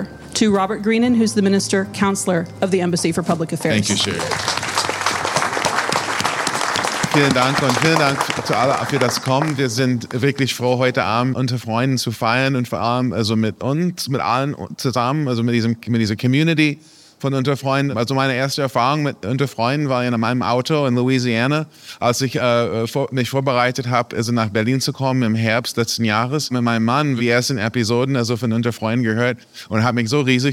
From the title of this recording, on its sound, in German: LIVE aus der US-Botschaft in Berlin